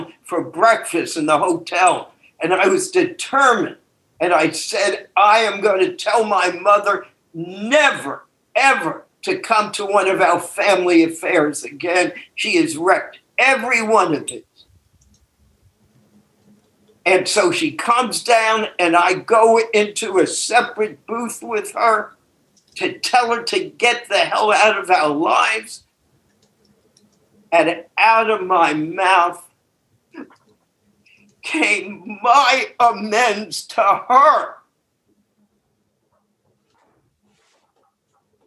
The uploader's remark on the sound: took us on a zoom journey